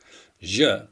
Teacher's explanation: Je sounds like the English just, only the first letter J without starting the sound of a D